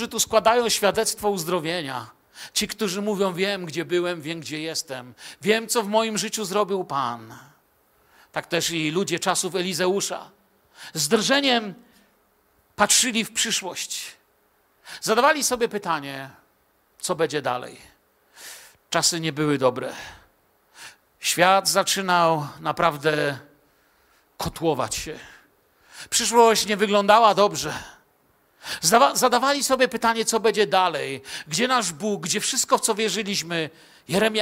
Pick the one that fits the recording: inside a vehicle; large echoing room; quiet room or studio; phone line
large echoing room